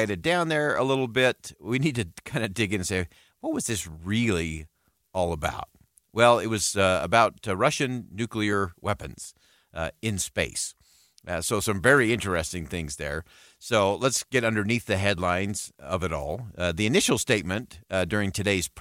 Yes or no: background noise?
no